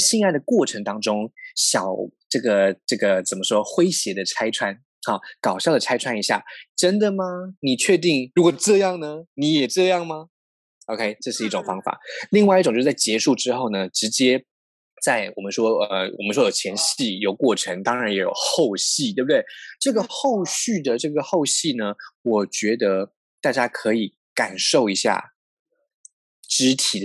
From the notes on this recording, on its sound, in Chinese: 本集節目使用 Zoom 遠距錄音，固有音質不佳、斷訊之情況敬請見諒。